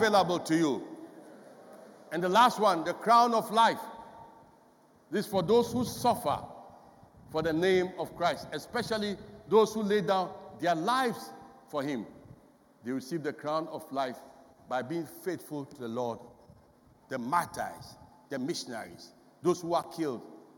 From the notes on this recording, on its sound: Sermon preached at CBC Shiashie Campus